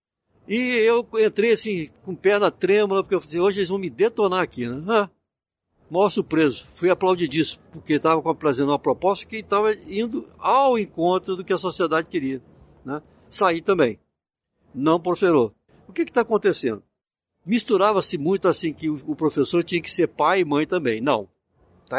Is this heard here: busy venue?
yes